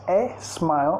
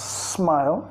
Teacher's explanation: empieza directamente con la S · Shown in: second take